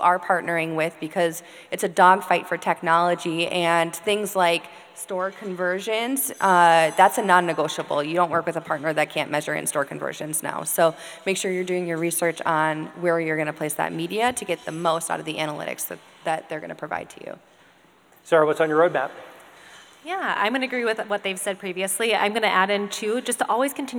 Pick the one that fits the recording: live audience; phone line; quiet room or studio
live audience